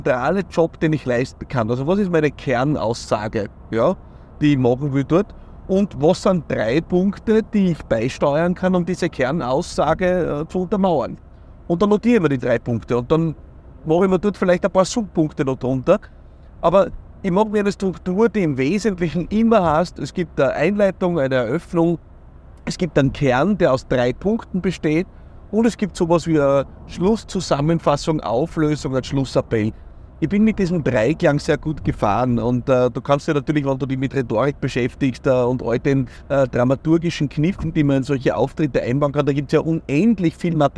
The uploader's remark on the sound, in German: in einer etwas anderen Location: Direkt aus dem Auto nach einer Keynote!